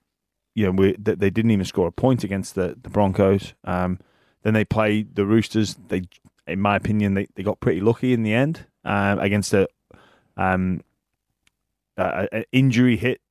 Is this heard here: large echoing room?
no